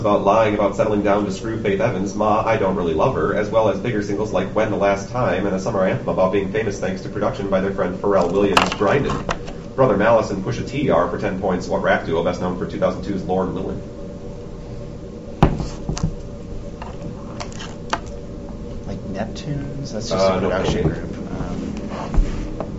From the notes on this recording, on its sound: Rob Pilatus Trash Tournament 2008 (Trash) - Recording 2